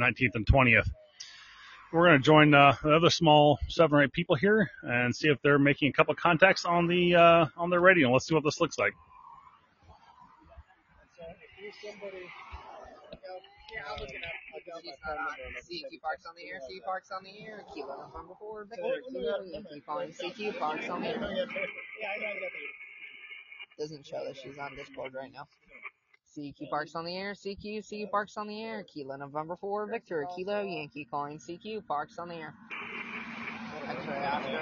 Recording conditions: outdoors